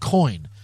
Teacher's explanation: you don't pronounce the O and the I separately. It's one sound, oi. So coin is a diphthong. It's when you take two vowels and you put them together to make one sound.